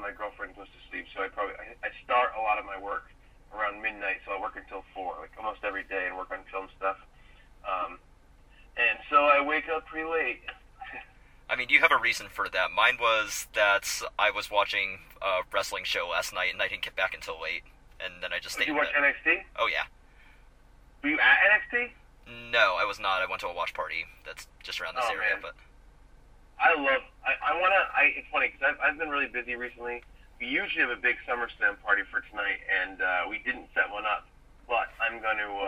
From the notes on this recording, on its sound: Recorded in my car on a really hot afternoon in Indiana. Joins me via phone.